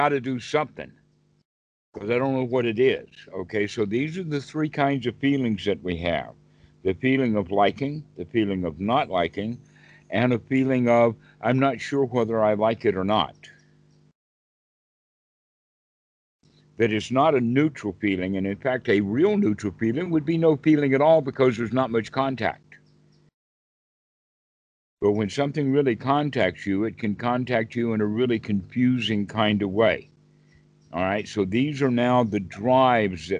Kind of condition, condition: link, video call